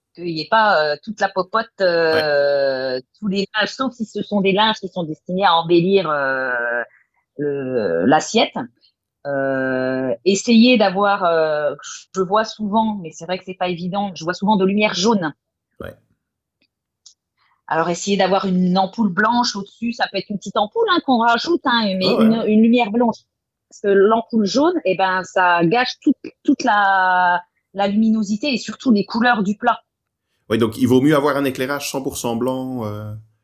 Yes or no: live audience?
no